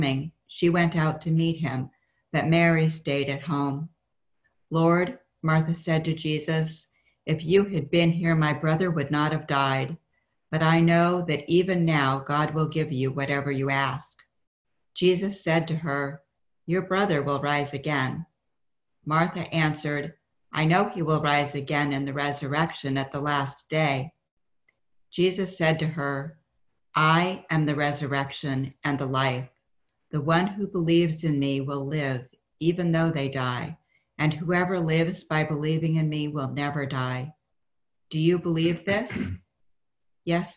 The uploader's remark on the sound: This is our first podcast from our new Zoom format for Sunday worship services during the COVID-19 pandemic. Enjoy a song at the beginning.